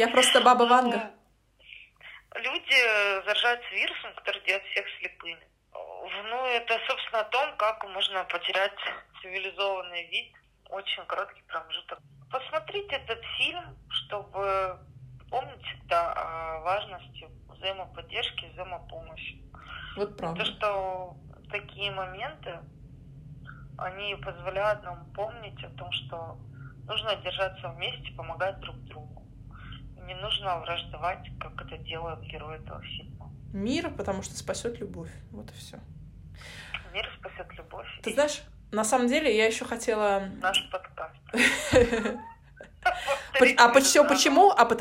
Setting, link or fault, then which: link, phone line